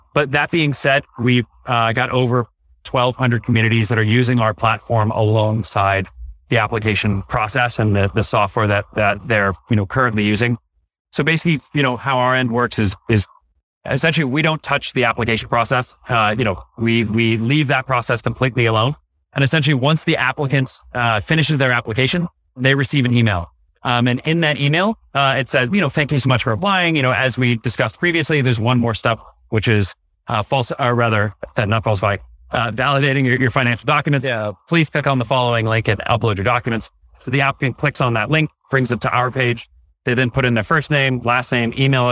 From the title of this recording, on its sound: LIVE at Optech